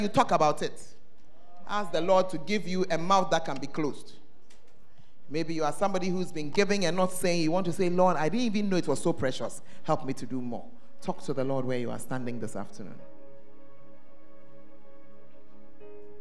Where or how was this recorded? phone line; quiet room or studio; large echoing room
large echoing room